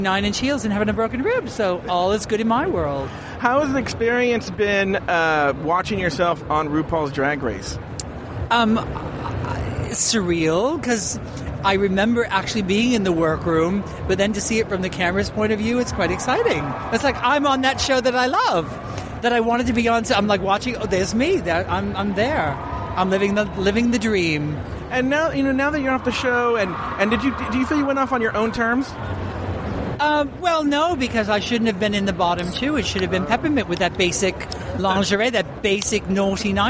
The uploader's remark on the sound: from the floor of Drag Con 2017